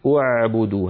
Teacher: لو أردنا أن نبدأ بعبدوا نبدأ بها بضم الهمزة، واعبدوا ربكم بهمزة مضمومة.